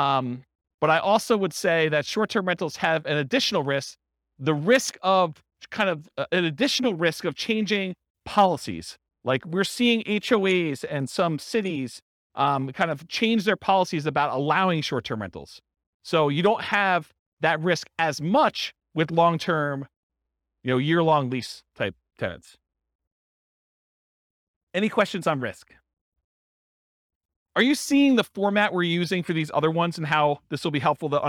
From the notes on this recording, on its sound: This was a live class recorded